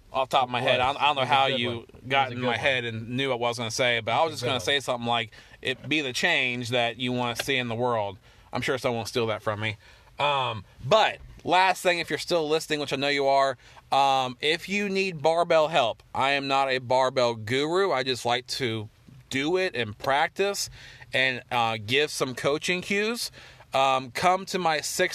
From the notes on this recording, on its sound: Do our first podcast in the car.